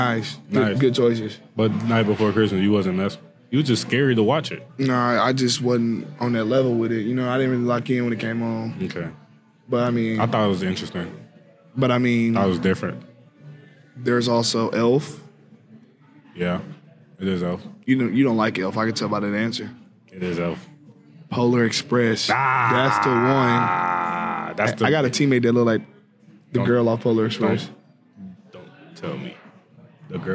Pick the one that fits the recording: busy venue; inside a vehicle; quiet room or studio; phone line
busy venue